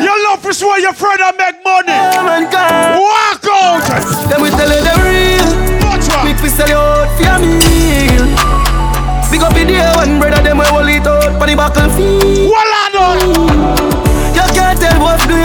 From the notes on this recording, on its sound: 3RD ANNUAL VIRGO CELEBRATION BLACK & WHITE AFFAIR 9.4.21 LIVE AUDIO. (SET 1 AND SET 2).